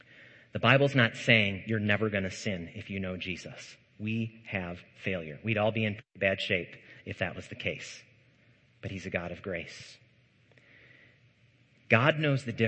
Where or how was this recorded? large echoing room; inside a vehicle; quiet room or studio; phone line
large echoing room